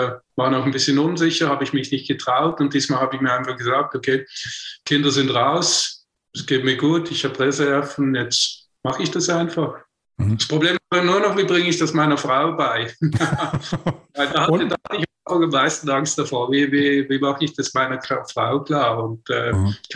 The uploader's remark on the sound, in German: im Zoom-Call direkt aus dem schweizerischen Basel